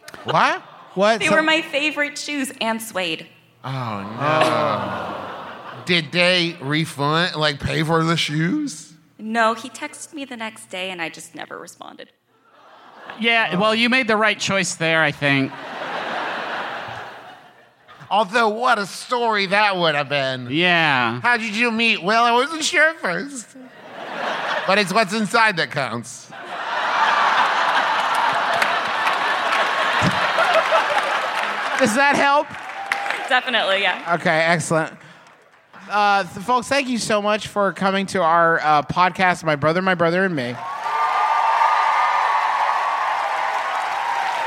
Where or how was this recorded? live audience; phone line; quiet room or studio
live audience